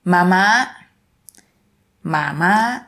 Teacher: It's like a low tone followed by a high tone.